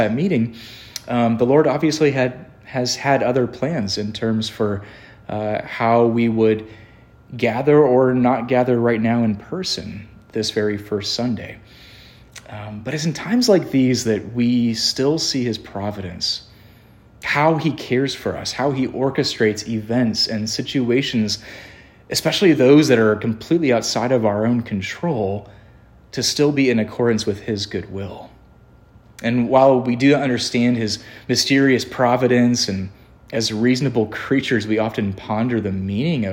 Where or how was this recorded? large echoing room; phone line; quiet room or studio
large echoing room